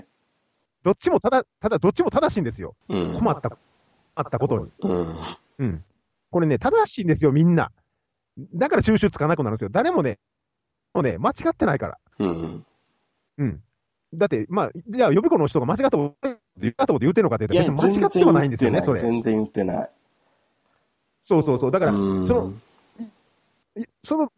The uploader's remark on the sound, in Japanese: 久々のSkype収録、Audio HijackPro にジャックされる。